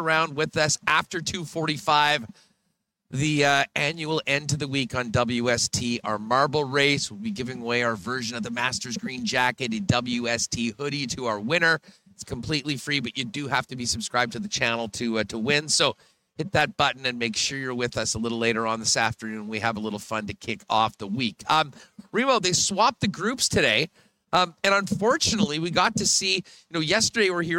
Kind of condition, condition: setting, busy venue